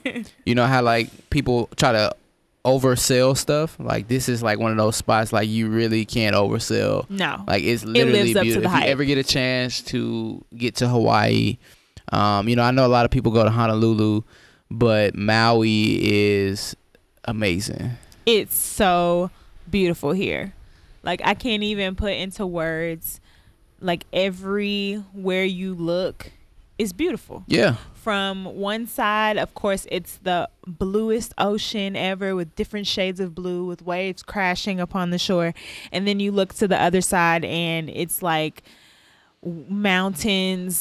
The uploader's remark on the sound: LIVE from Maui, Hawaii. This episode was recorded live in Maui, Hawaii while sitting next to the ocean.